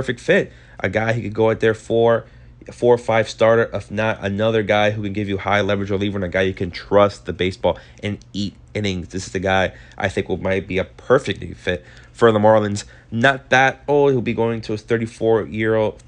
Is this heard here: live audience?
no